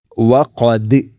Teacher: ദാലിനെ ശരിക്കും കേൾക്കണം, കൽക്കല ചെയ്യണം.